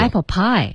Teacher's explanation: Apple pie 其实它的重音是 pie. Okay,然后 apple 就不用加重音了